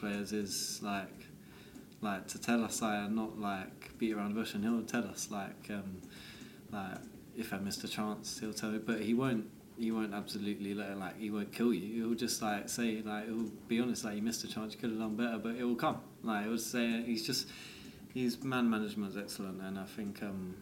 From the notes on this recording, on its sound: takes part in press conference